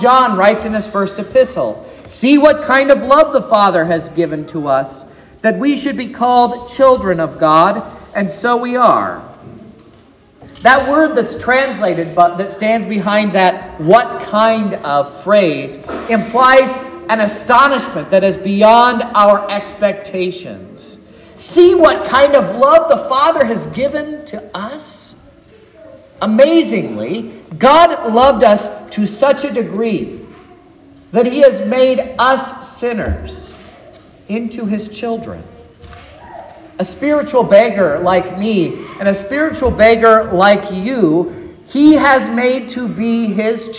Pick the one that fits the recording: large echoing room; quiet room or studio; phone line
large echoing room